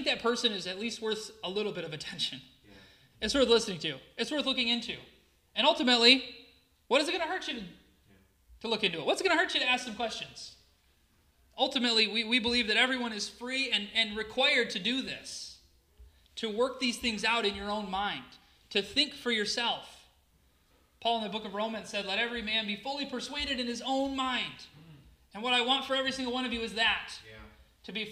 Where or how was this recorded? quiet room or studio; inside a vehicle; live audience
live audience